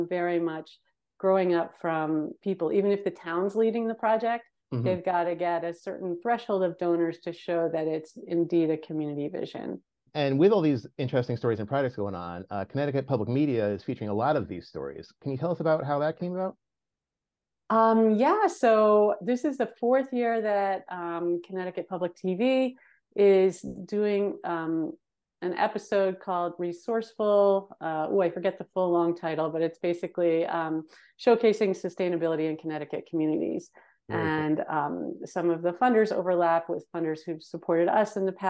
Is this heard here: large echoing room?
no